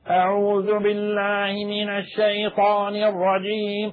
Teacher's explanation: ونحن نعلم بأن أقصى الحلق فيه حروف تخرج، هي الهمزة والهاء والعين والحاء والغين والخاء، لكن المنهي عنه في هذه الصورة تقعير الفم هو الضغط الزائد على الحنجرة بحيث يخرج صوت شبه حرف العين مع التلاوة